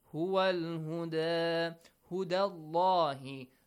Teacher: The lam and the word Allah has to be heavily pronounced.